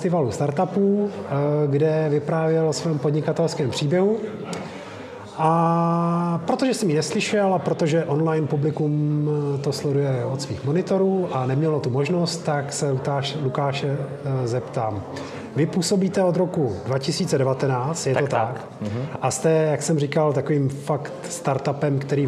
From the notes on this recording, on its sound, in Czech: na startupovém festivalu Festup 2022, kde také vznikl tento podcastový díl